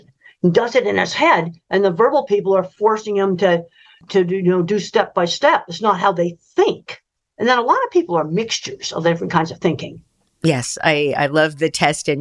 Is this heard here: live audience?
no